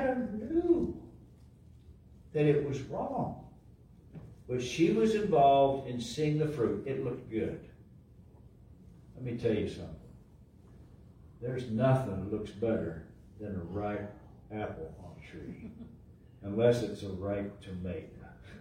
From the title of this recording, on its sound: LIVE from Calvary